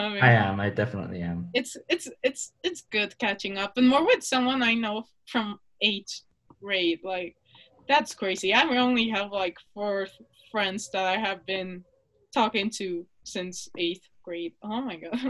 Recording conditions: drop-outs